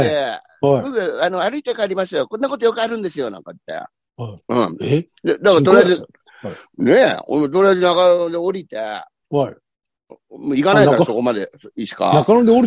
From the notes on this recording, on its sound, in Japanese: ZOOMで収録